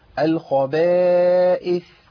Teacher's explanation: الخاء هنا مفخمة تفخيم عالي